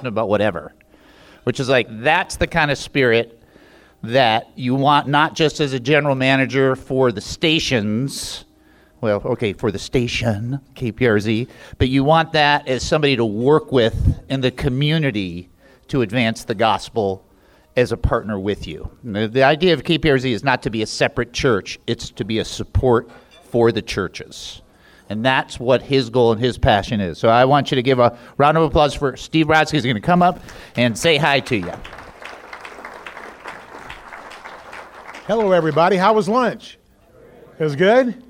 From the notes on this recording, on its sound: Keynote speaker at KPRZ's 12th Annual Pastors Appreciation Luncheon in San Diego, CA. Where he shared this message with community leaders and Pastor's.